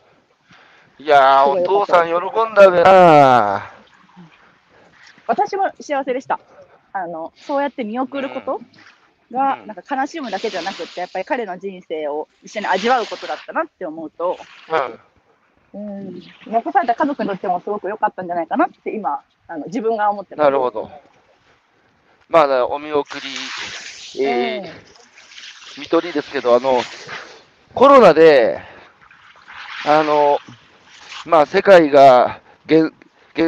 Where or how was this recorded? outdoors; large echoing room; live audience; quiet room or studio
outdoors